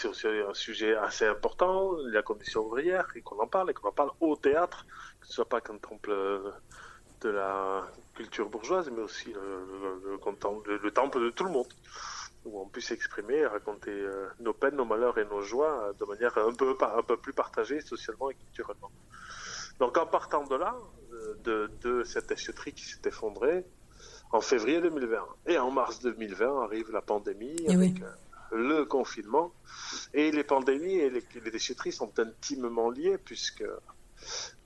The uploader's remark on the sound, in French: Interview réalisée par téléphone